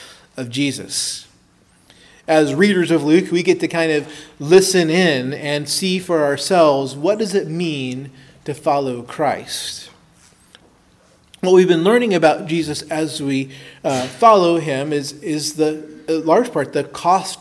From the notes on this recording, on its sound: preached at Christ Our Savior Baptist Church